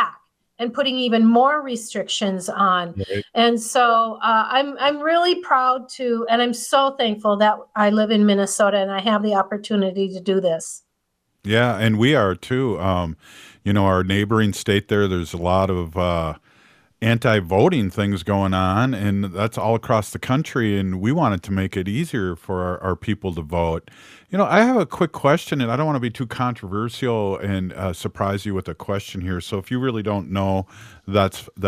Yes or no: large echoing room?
no